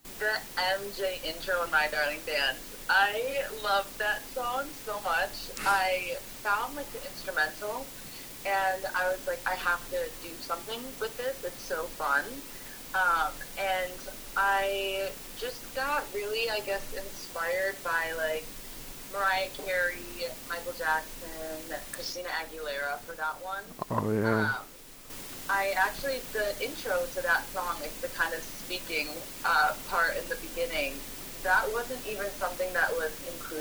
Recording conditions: poor sound quality